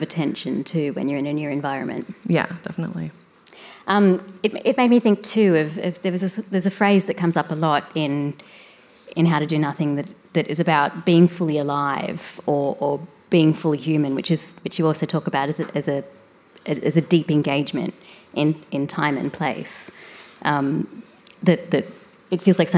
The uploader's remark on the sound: The event was recorded on Monday 22 May 2023 at the Wheeler Centre as part of World of Words.